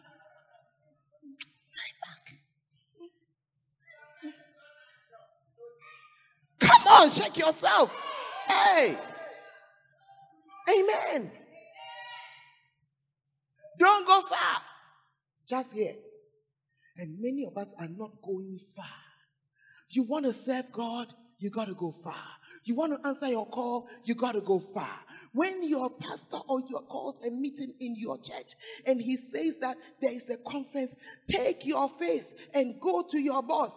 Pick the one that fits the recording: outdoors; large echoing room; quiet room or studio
large echoing room